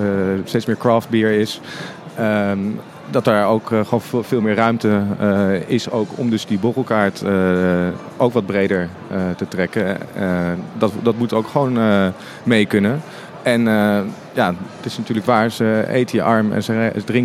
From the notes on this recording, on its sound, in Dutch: live vanaf de Horecava